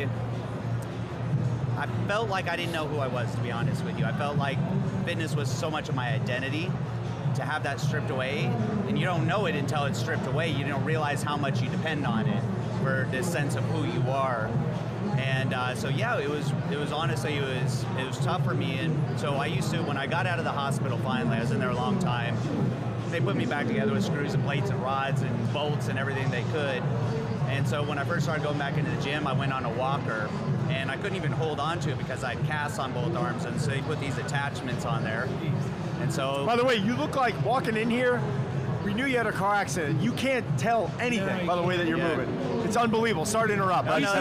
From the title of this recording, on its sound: Reps Live From Olympia